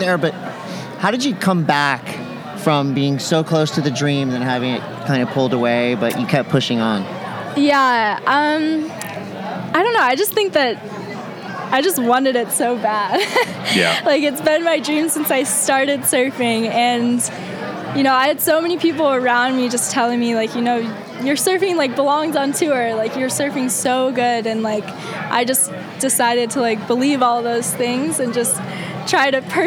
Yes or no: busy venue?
yes